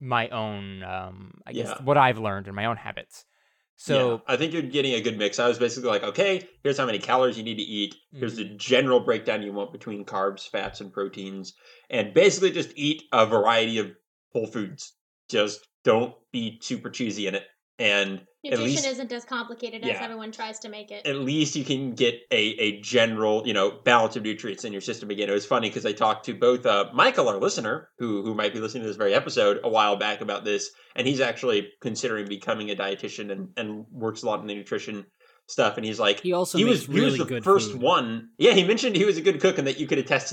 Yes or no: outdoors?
no